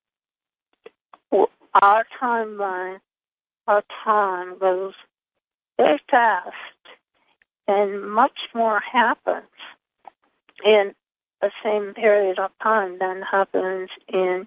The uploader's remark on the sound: Conference Call LIVE, April 25, 2022